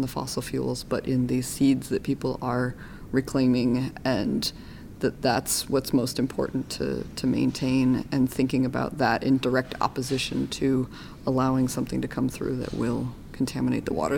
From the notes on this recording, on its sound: In the quiet corner of an urban hotel. At the 2018 Native American and Indigenous Studies Association (NAISA) Annual Conference in Los Angeles.